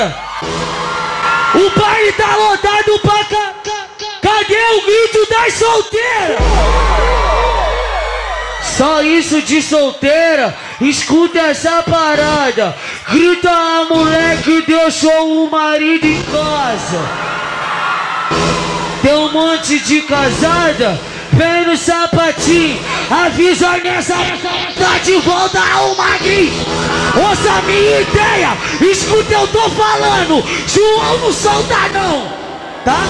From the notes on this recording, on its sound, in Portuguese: SHOW AO VIVO